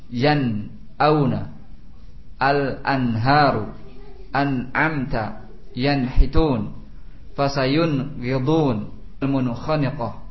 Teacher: Jelas nunnya tanpa adanya gunnah. · Term: idhar